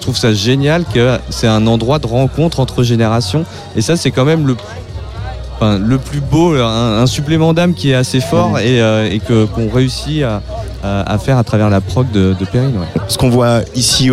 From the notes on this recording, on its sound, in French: Les 3 Éléphants, en direct de la Promenade Anne d'Alègre, sous le regard bienveillant d'une famille de moutons.